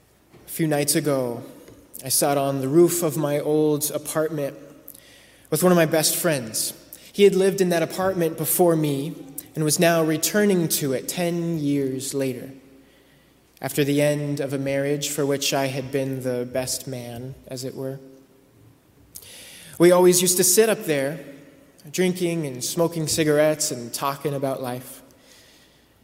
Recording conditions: large echoing room